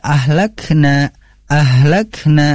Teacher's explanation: na-nya berharokat fathah bertemu alif, maka harus diayun atau diketuk dua kali ketukan